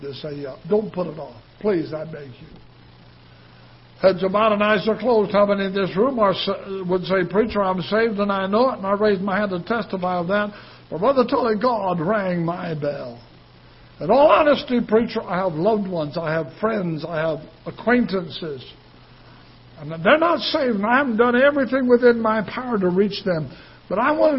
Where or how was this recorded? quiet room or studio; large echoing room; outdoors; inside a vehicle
large echoing room